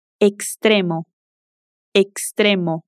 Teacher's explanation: Agora vamos ver outro caso em que fazemos o som de K mais S no X. Quando o X está no final de uma sílaba e o som seguinte é de consoante, também fazemos o som de K mais S.